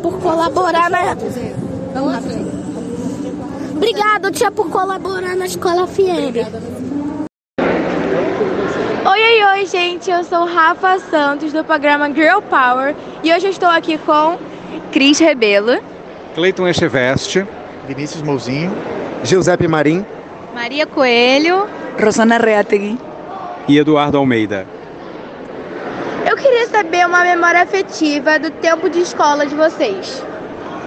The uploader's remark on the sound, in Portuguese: Entrevistas realizadas no festival led 2023